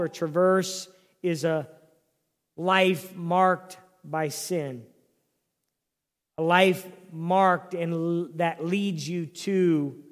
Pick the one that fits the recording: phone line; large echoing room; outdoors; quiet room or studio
large echoing room